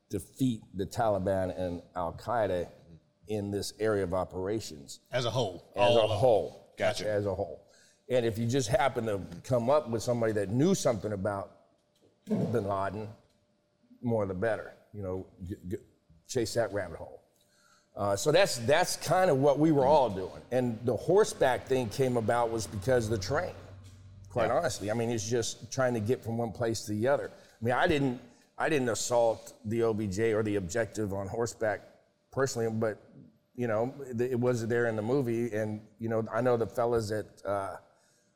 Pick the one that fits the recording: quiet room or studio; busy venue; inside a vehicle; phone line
busy venue